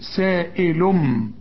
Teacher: التنوين اللي بعده به يجي اقلاب تقلب التنوين الى ميم سائلم. وشوف بدل ما تقول سائل تقول سائلم، لكن ما هيش ميم اصلية، اهي مرسومة نص ميم اهي.